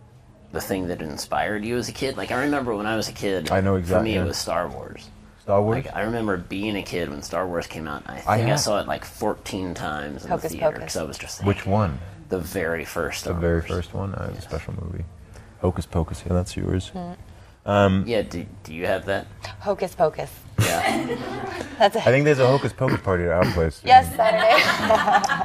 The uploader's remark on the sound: C2C AT BENDFILM FESTIVAL 2019. This month we're sharing some of the live-streamed interviews we captured at BendFilm Festival this past October. As this was our first attempt at live-streaming an event, these bonus episodes are a little rougher around the edges than usual.